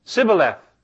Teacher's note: the man from Ephraim would say, Sibboleth, because he couldn't do the SH sound